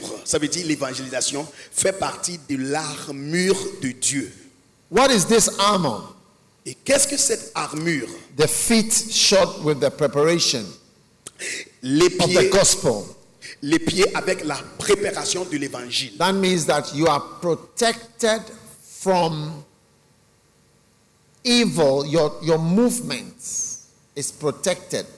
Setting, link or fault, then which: setting, large echoing room